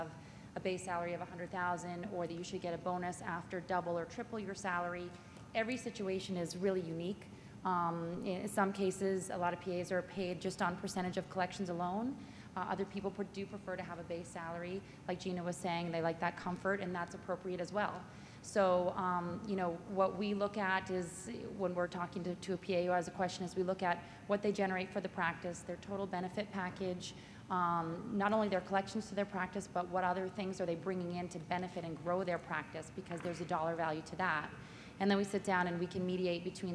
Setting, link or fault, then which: setting, large echoing room